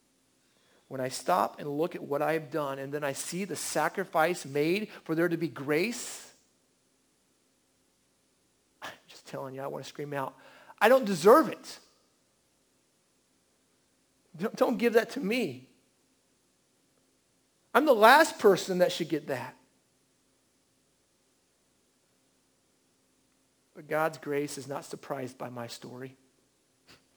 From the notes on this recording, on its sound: At The Well an Acts 29 &amp; Converge Heartland Church in Hastings, NE. At The Well an Acts 29 & Converge Heartland Church in Hastings, NE.